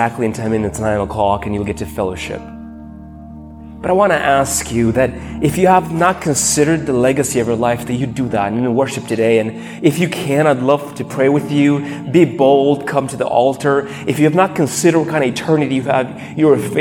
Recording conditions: large echoing room